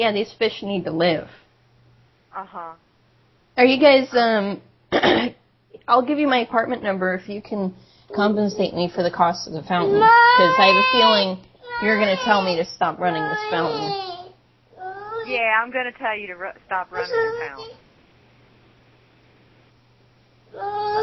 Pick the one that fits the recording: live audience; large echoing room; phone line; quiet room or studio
phone line